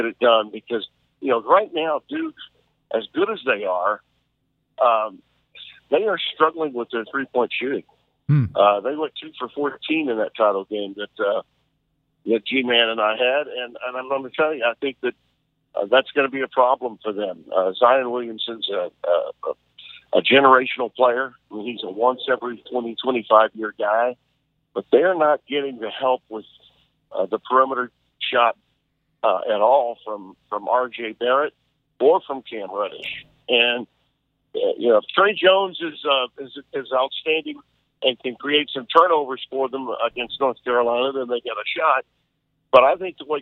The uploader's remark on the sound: via phone